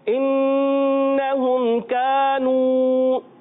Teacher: کانو، کاف الف زبر کا، کاف کو باریک رکھنا ہے، الف مدہ ایک الف کھینچنا ہے. اور یہاں واو مدہ، کاف الف زبر کا، نون واو پیش نو، الف مدہ بھی ہے، واو مدہ بھی ہے، دونوں کو ایک ایک الف کھینچنا ہے.